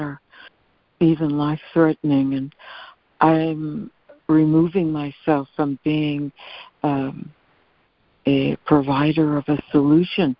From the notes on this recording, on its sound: ACIM Daily Conference Call.